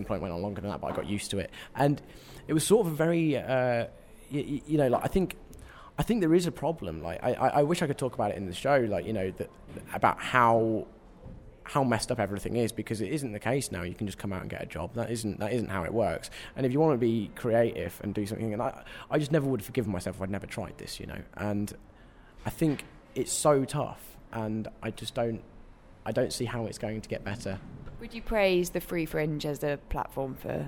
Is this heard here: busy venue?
yes